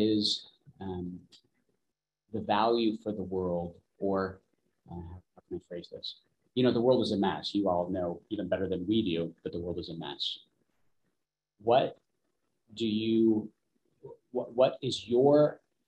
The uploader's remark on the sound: Live Webinar